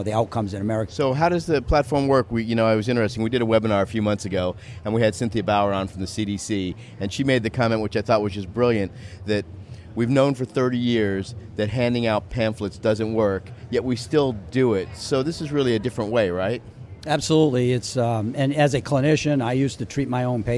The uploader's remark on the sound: LIVE From #HIMSS17